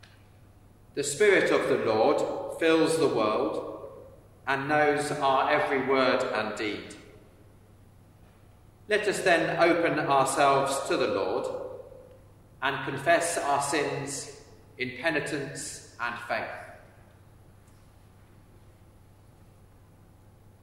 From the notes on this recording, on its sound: service of Sung Eucharist from All Saints Church Kingston